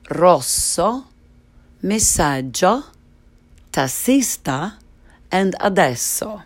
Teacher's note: And the other time in Italian when the letter S does sound like S or S as you know it in the English language is when S appears as a double consonant, so double S. And in this case, you need to hold the S sound for double the time.